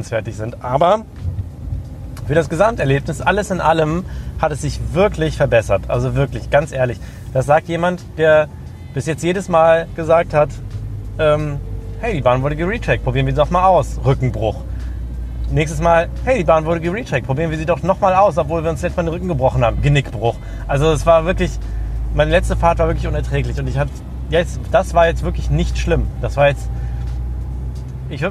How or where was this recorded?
outdoors